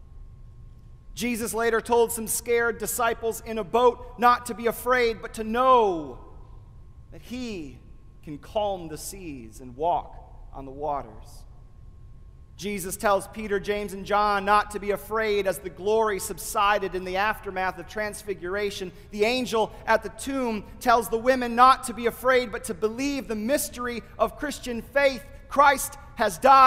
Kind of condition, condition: setting, large echoing room